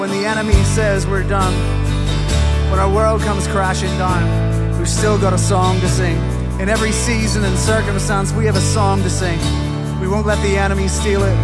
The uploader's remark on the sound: An audio of the live streamed service